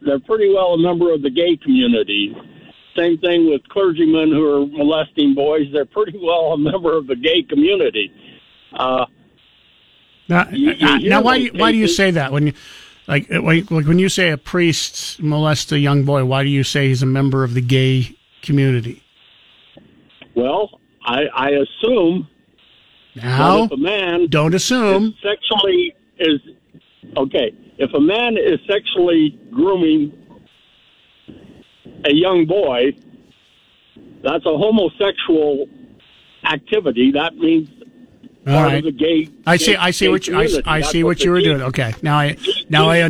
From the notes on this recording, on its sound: Open phones Friday